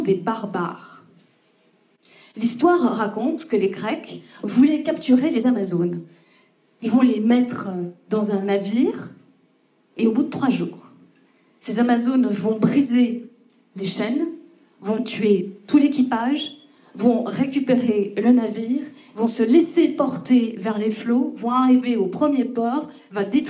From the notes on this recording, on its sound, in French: Il s'agit du lancement du podcast en public. Je m'excuse cependant pour la prise de son, celle-ci étant publique, l'enregistrement n'est pas optimal mais nous avons essayé de faire au mieux.